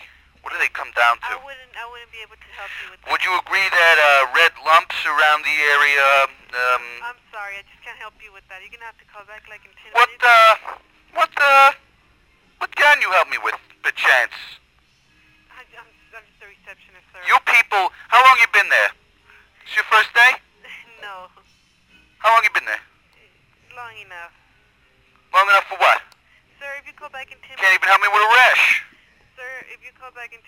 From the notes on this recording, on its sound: …'s Personal Prank Phone Calls Collection.